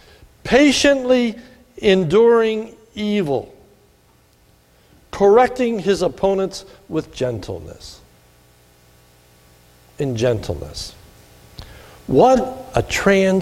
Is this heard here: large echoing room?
yes